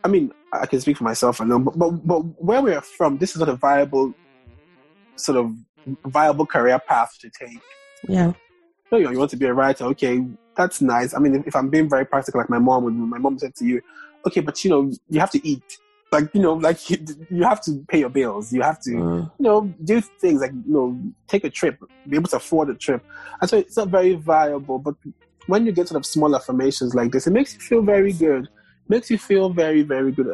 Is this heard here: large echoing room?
no